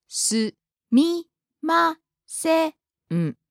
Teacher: You noticed that the tone went up on the second syllable. · Term: pitch accent